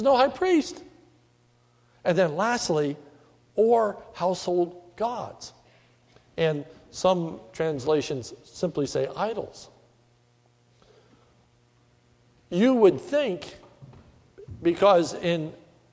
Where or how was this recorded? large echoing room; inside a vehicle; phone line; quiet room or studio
large echoing room